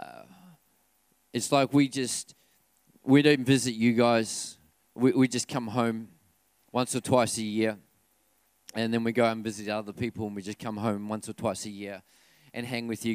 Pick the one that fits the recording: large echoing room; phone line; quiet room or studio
large echoing room